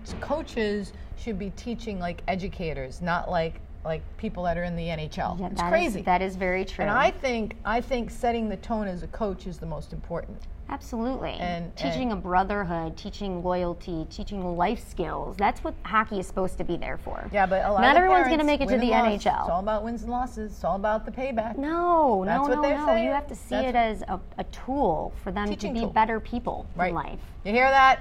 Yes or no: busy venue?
yes